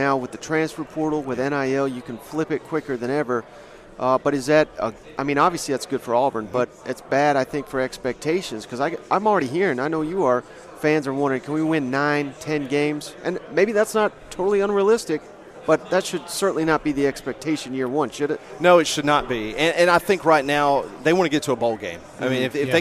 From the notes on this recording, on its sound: joined us live from 2023 SEC Media Days in Nashville Tennessee